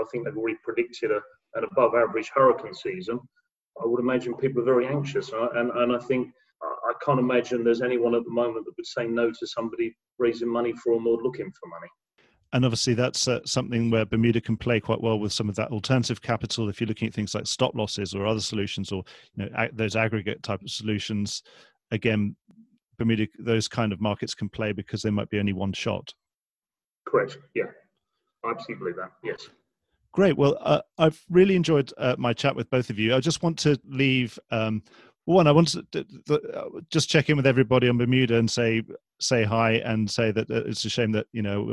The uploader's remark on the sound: Two weeks ago I had a Zoom call